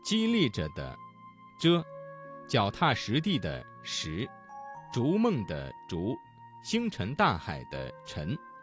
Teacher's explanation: 声母是翘舌音的字有激励着的遮，脚踏实地的实，逐梦的逐，星辰大海的辰